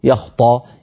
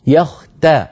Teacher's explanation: فانتبه إلى أن لا تفخم التاء · Shown in: second take